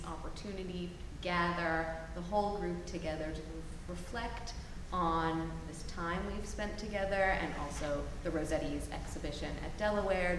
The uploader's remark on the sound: We are live in front of a studio audience at Delaware Art Museum for the Pre-Raphaelite Weekend celebrating the launch of 'The Rossettis'. Answering questions from the audience.